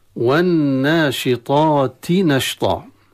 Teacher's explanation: اللام أدغمت في النون فأصبحت النون مشددة وحكمها الغنة